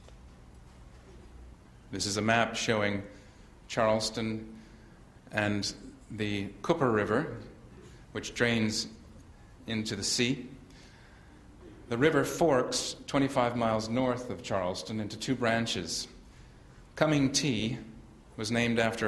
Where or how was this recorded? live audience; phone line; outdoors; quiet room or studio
live audience